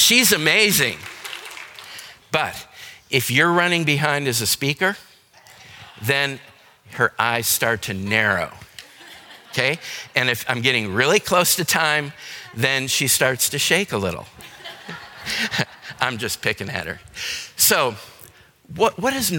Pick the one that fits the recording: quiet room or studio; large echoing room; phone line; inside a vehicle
large echoing room